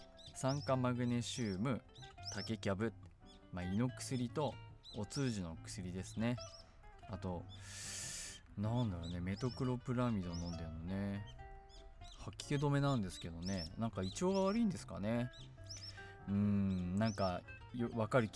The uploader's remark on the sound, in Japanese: 今回はいい天気の時に庭で録音しました。鳥の鳴き声が入っていますがBGMと思って聴いてください。